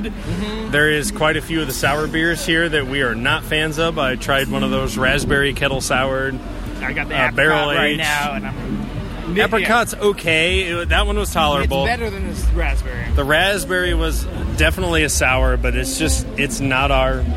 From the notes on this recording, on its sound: We take the show on the road and record live at 2Toms one year anniversary luau, sponsored by Indy Craft Brews.